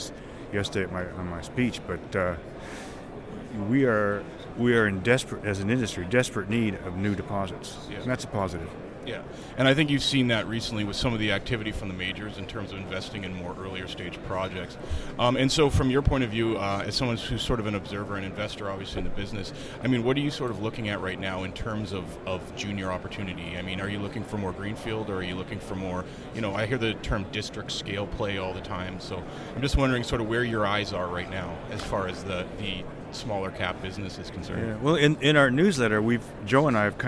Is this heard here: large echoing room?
no